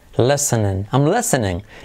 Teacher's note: La T no se pronuncia. No se dice listening, sino listening.